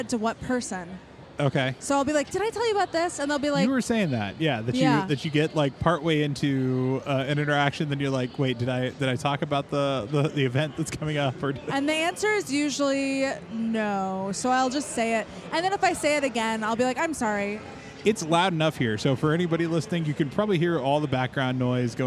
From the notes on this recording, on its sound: LIVE! from C2E2. I was asked to help man the Harold Ramis Film School booth at C2E2 and I decided to do a live recording of the podcast there.